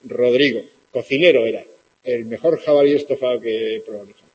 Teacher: Realización fricativa débil de la D, confusión de vibrante y líquida en posición final